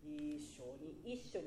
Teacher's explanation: イントネーション的にはしょが上がります